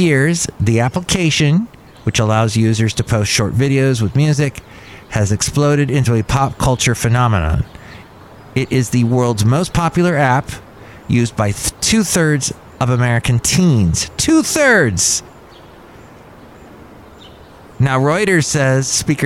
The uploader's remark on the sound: Podcasts live from Cafe Anyway.